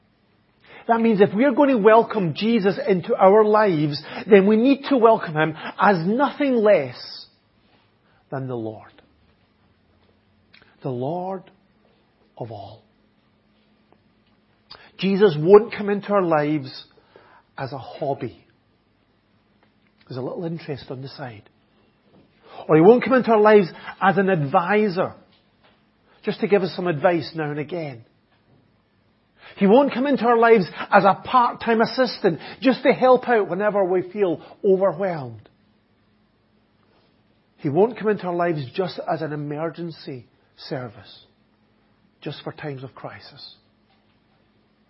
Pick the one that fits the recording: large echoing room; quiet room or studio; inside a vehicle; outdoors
large echoing room